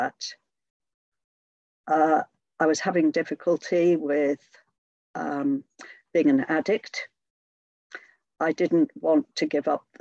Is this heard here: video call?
yes